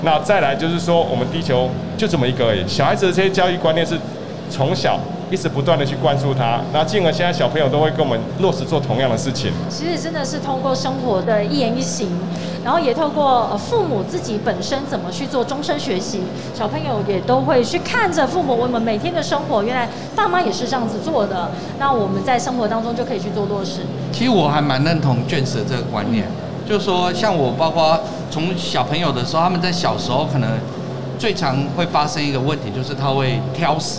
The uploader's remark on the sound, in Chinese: 2021 Energy Taiwan智慧能源週-Live Podcast